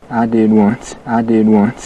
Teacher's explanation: the vowel in one and once, how it's all the way back in his mouth.